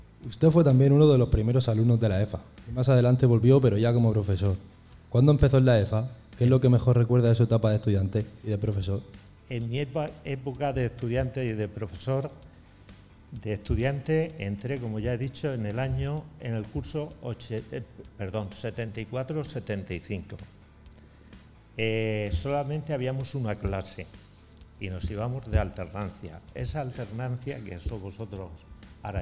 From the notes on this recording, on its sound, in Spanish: todo el equipo REC se trasladó de nuevo hasta el Auditorio La Lonja de Orihuela para celebrar unas jornadas de radio en directo